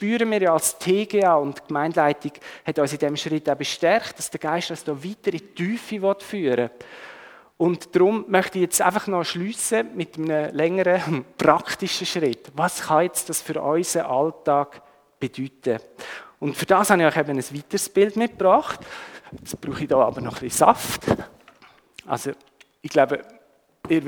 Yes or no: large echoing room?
yes